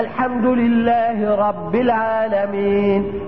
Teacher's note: قال لك اسمع يا سيدي، التكرير عباره عن قبول الراء للتكرير ولارتعاد اللسان عند النطق به. تجد وانت بتنطق الراء تجد اللسان بيرتعش ارتعاشه سريعه